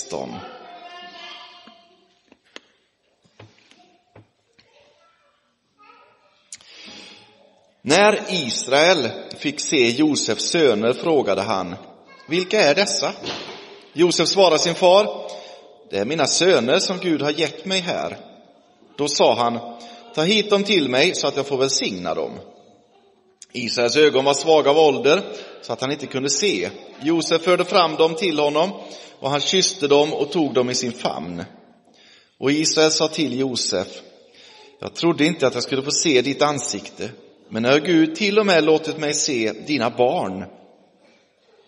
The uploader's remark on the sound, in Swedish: Inspelad i Roseniuskyrkan den 22 oktober 2023